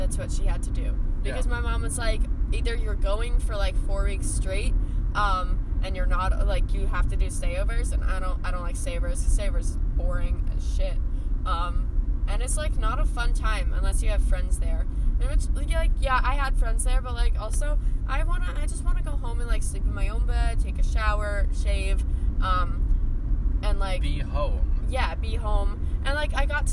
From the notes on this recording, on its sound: In this episode we’re driving instead of sailing. At some point we get mcdonald’s bc we were hungry and then we talk and eat at the same time.